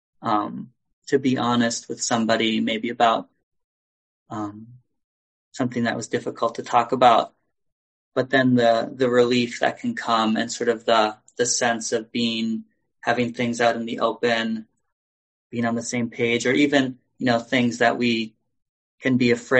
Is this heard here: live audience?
no